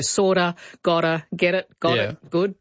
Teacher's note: there's that really rapidly articulated T. So it's slightly different from a D.